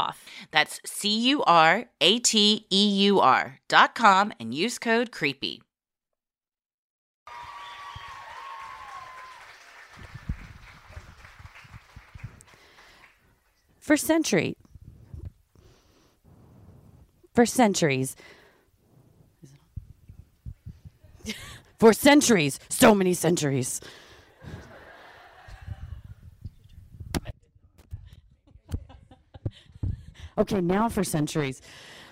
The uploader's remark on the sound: Recorded Live at Wiseguys, Salt Lake City.